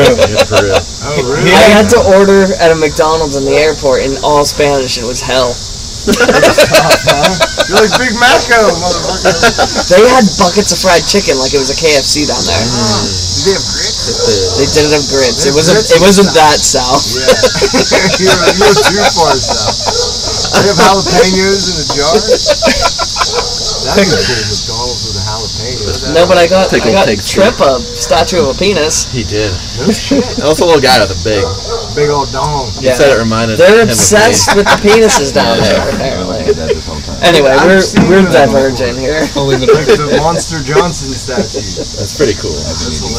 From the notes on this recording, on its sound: Sorry for the poor audio.